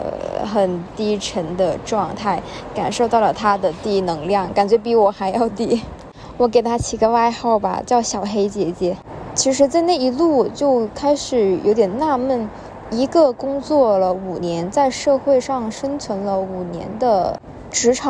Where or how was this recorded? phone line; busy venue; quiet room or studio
busy venue